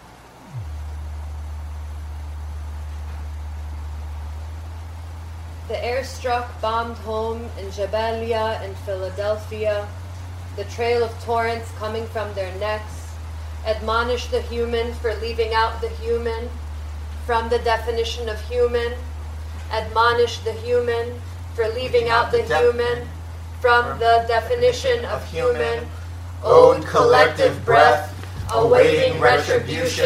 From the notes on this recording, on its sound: Recorded at Woodbine Nov 3, 2023. Recorded at Woodbine Nov 3, 2023.